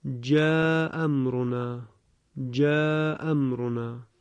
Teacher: در چنین مواردی در روایت بزی از ابن کثیر، همزه اول یا همزه دوم، به تعبیر دیگر یکی از دو همزه حذف می شود. اینجا در واقع با یک همزه قرائت می شود.